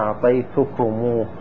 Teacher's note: لو قلنا أعطيتكم هو صار في ثقل، فضممنا الميم فصار أعطيتكمه، فصار في ثقل أيضا، فأشبعنا الضمة التي على الميم فصارت واو، فقلنا أعطيتكمه. · Term: إشباع الضمة